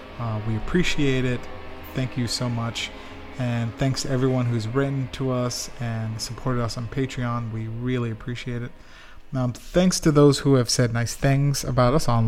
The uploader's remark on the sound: The interview was recorded at Forage Market in Lewiston, Maine